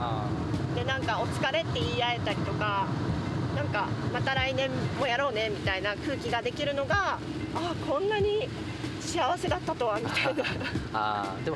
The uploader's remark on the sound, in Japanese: なぜか雨天の車移動中に収録しました。